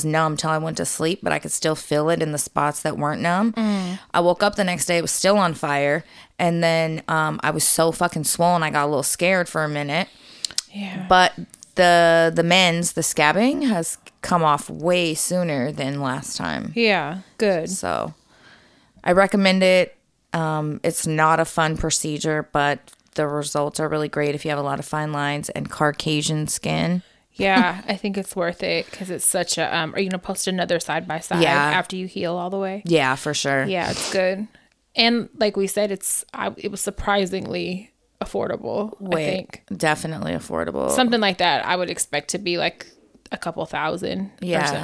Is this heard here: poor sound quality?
no